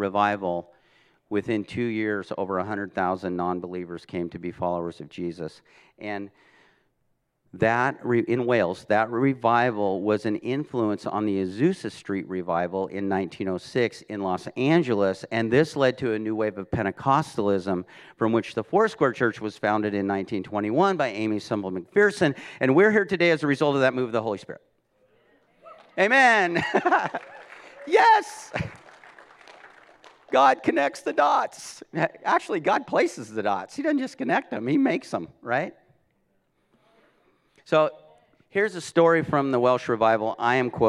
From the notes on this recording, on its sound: This message was recorded at a Sunday service on May 1, 2022